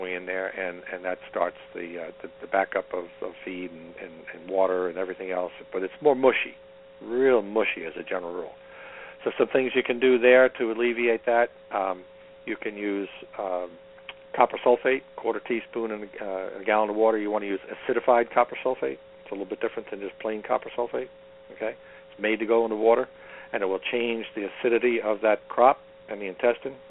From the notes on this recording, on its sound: taking questions from live callers